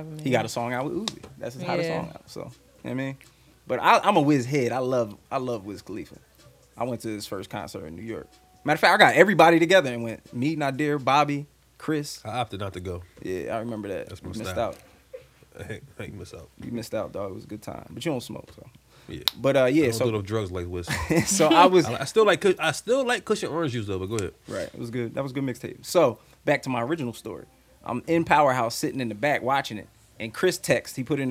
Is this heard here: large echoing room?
no